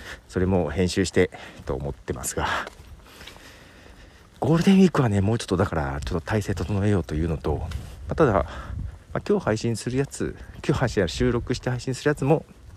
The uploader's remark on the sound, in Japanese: 歩きながらの収録。ひさびさに歩きながら、まったりと収録。